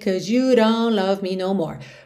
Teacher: ele passa tão rápido por esse D, que o D, mesmo estando no começo da palavra, ficou meio rarara